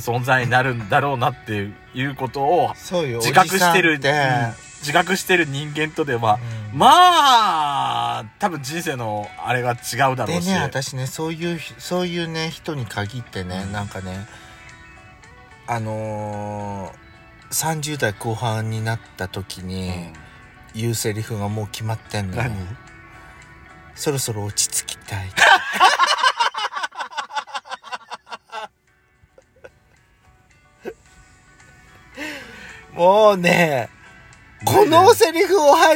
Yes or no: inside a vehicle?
yes